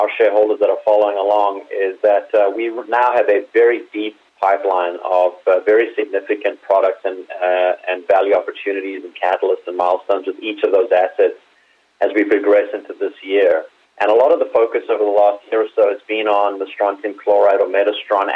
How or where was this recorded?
phone line